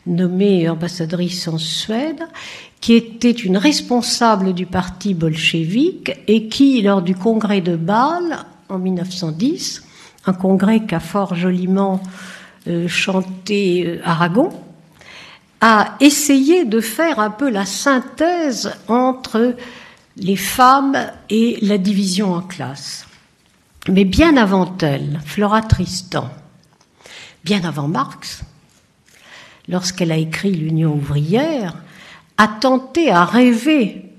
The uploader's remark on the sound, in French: Conférence inaugurale de l'édition 2004 des Rendez-vous de l'Histoire